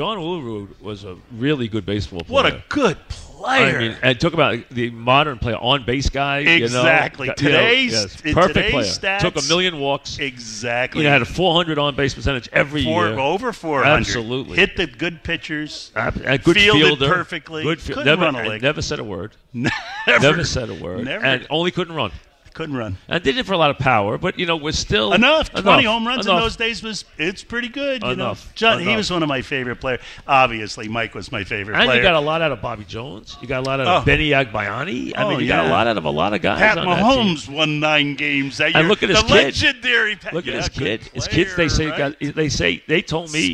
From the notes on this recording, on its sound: Live at the Paley Center. Live on set.